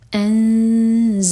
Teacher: ज़ा के लिए इख़्फ़ा और ज़ा बजिंग साउंड के साथ